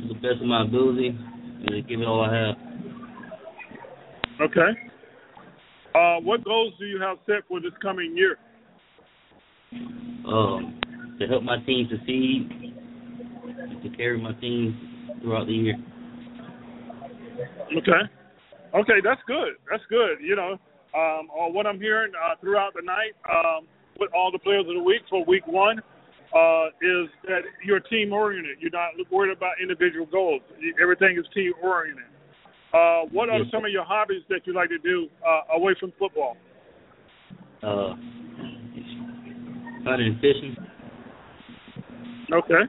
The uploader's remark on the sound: We will be boardcasting live from Buffalo Wild Wings in Boynton Beach, Fl.